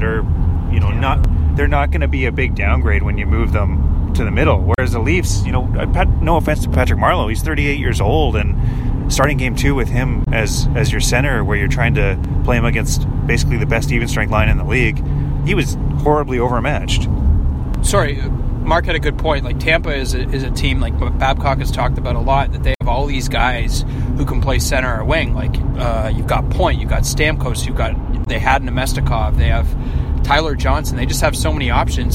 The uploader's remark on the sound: With all flights to Toronto grounded. Record on the road back to the T-dot in a rental Hyundai.